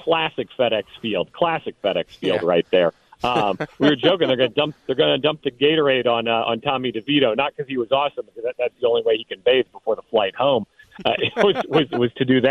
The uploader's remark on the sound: Take some calls. We take some more calls from Washington Commander’s fans.